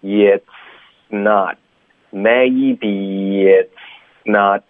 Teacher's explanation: not 的 t 呢，我们就省略到这个停顿